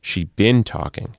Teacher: And the present perfect progressive with remote inception, she been talking, stress on the been, which means she has been talking for a long time and she still is talking.